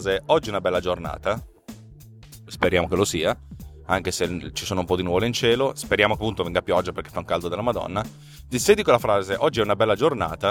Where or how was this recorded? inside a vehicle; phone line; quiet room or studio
inside a vehicle